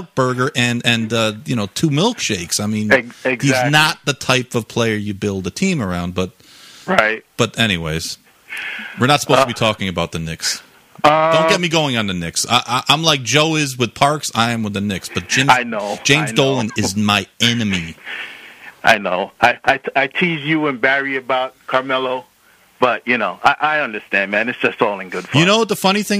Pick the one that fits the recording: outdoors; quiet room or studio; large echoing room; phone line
phone line